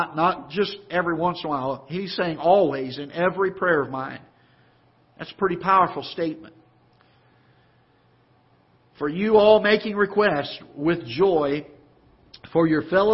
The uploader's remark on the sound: Ketha Heights Baptist Church ~ Live Broadcast